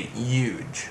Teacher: I just ignore the H.